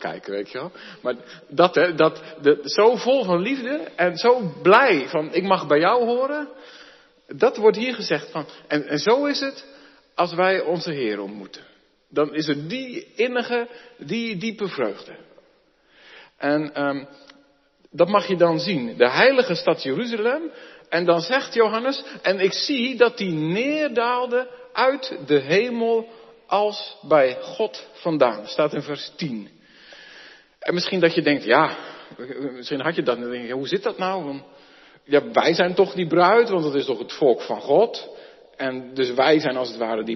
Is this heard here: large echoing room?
yes